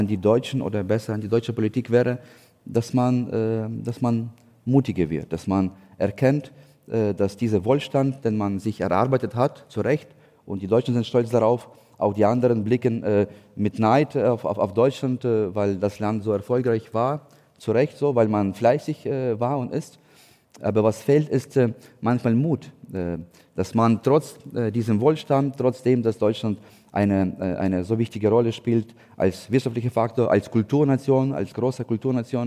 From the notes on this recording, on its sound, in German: das beim Podcastfestival von ZEIT ONLINE live aufgezeichnet wurde